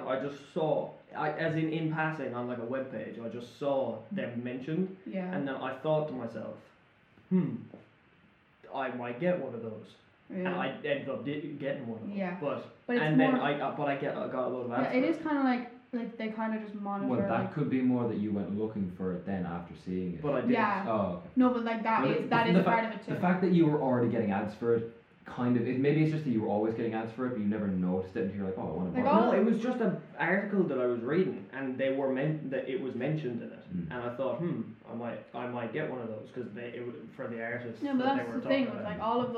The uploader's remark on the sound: audio quality still a little shit